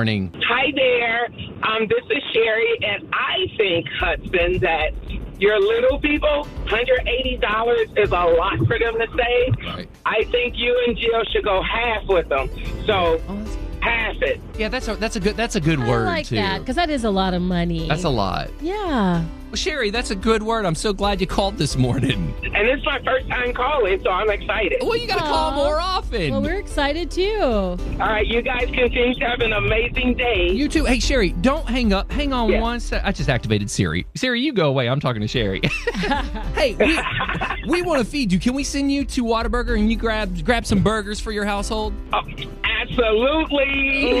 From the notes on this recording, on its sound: Listeners call in with some creative ideas! 94.9 KLTY.